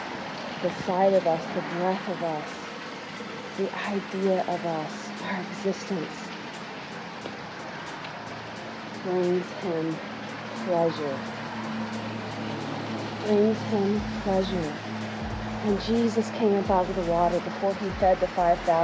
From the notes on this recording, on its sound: with the waterfall in the background & cars zooming by on Main